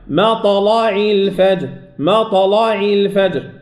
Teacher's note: الطاء هنا ساكنة، لام مفتوحة، تفخم اللام